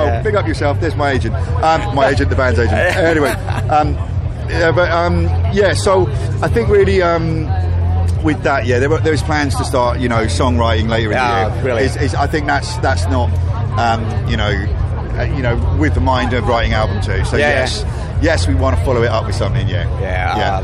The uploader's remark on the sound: after their set on the Sophie Stage at this years Bloodstock Festival 2022